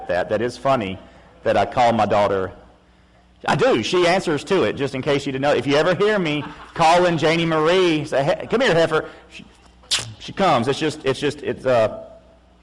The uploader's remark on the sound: August 7, 2016 PM Service